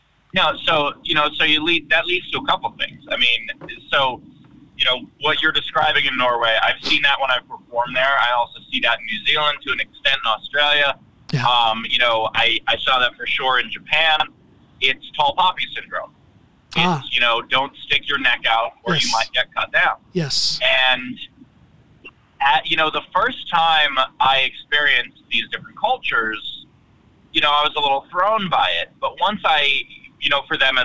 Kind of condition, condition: setting, inside a vehicle